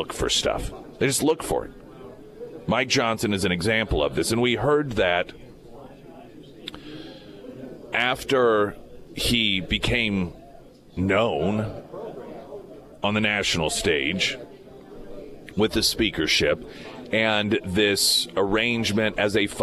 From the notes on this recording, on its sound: live at Scramblers Diner for the Friday Road Show.